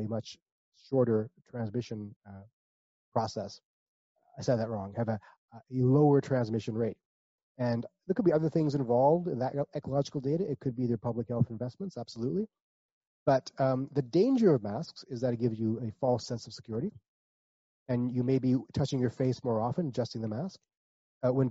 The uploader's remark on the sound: The audio was rendered from that Zoom video call so it is, shall we say, less than ideal.